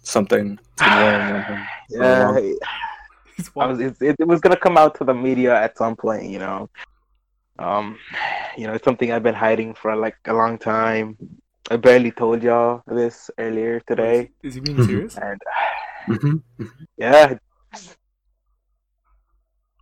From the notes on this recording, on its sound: we're finally getting the hang of the audio issues